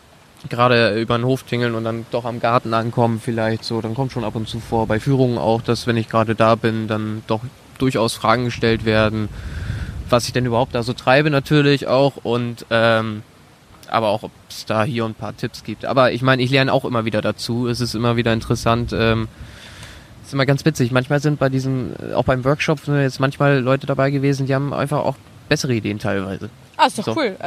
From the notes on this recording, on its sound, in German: Auch diese Folge ist bereits im Mai 2018 im Rahmen des Viva con Agua Netzwerktreffens aufgenommen worden, also schon ein büschn älter!